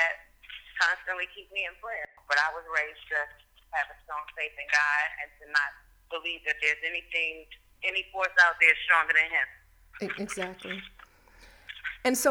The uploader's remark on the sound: chats on the phone